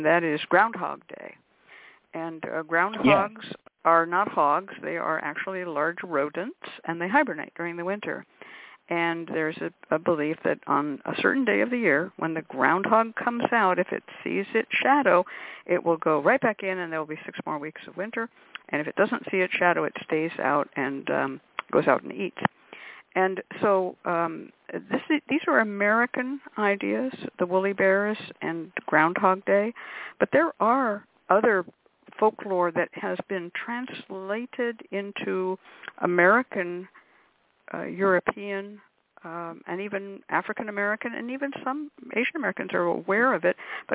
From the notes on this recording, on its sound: a real, live call-in show